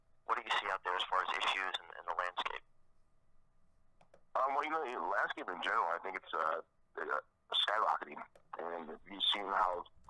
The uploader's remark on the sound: Bellator MMA held the Bellator 170 media conference call with fighters from the Bellator 170 fight card.